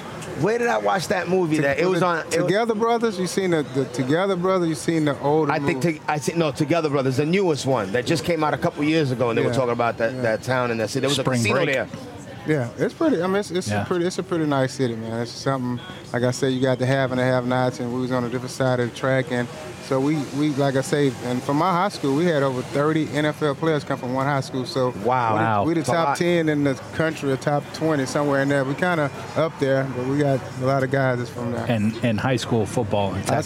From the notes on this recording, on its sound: Live from #TureNorthMIA in the Wynwood section of Miami, Fl for Super Bowl 54